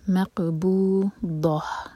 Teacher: ज़बान के साइड को साइड वाले दांतों में कस के लगाएं तब दौत निकलेगा। मक़बू दौह, और आखिर में हा का साउंड क्लियर आए, और यह हा सीने से है, हलक से नहीं।